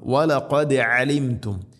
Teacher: വലഖദ് ദാലിനെ ഖൽഖല ചെയ്യണം, ശരിക്കും കേൾക്കണം